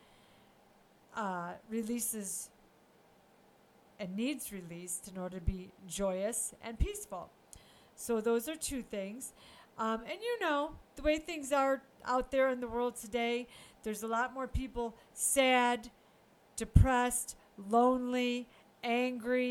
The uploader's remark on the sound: sound may be low on this one - sorry about that